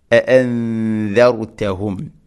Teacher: അൻദ സാക്കിനായ നൂന് ശേഷം ദാല് അവ്യക്തമാക്കി മണിക്കണം നൂനിനെ. അൻദർതഹും ഇഖ്ഫാവും ബിഗുന്ന അവ്യക്തമാക്കി മണിക്കുക.